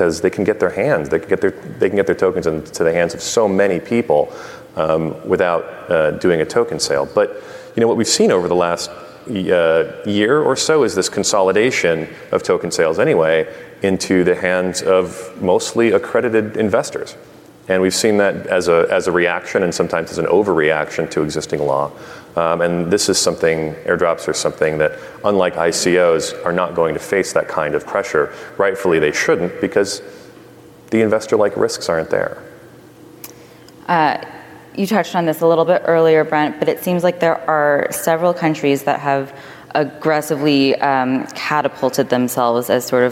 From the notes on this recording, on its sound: Live from Money20/20 USA